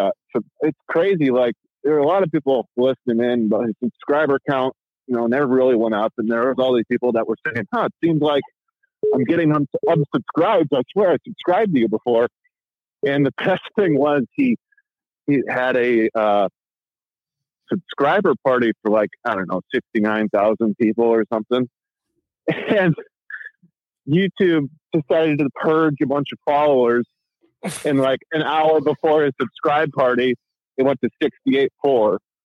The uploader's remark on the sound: Live Call In Show.